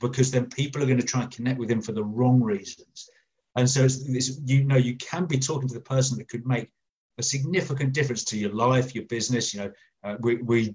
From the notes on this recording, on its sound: recent facebook live recordings